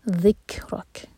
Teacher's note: ذیل کو کبھی بھی ز کا ساؤنڈ نہیں دینا، ذک نہیں ہے یہ، ذیل ہے.